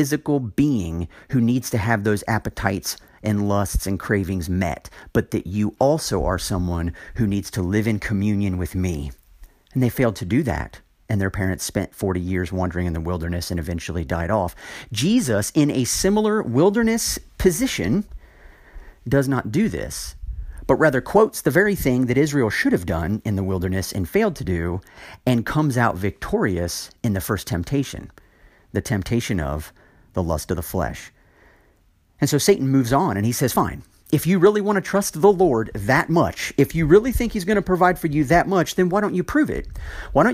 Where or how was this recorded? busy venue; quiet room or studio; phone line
quiet room or studio